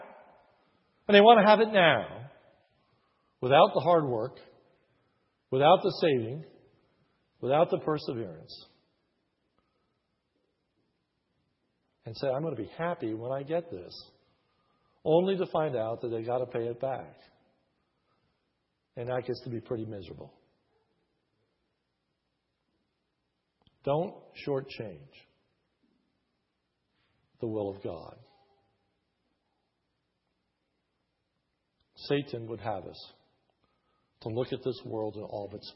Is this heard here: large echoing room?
yes